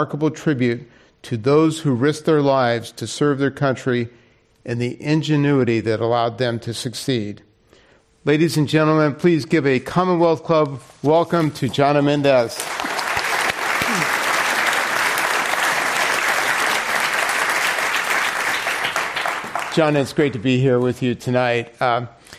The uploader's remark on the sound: This program was recorded in front of a live audience at The Commonwealth Club of California in San Francisco.